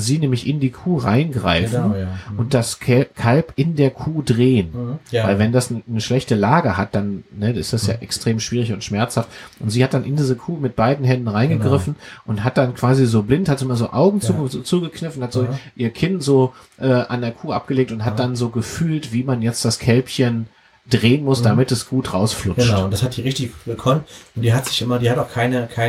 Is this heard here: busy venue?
no